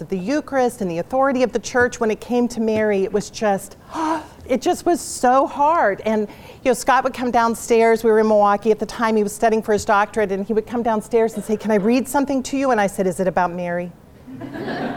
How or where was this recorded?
live audience